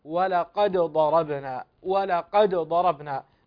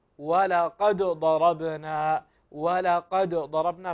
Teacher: هؤلاء القراء يقرؤون بإظهار الدال مع قلقلتها · Shown in: first take